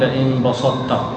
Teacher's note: كذلك في قوله قال أحطت ما بسطت لئن بسطت إلي يدك لتقتلني، بسطت أصلها بسطت، الطاء ساكن تاء متحرك كلاهما من مخرج واحد، طاء قوي لا بد عند الإدغام أن تبقى صفة الإطباق، تقول لئن بسطت حتى لا يتغير المعنى.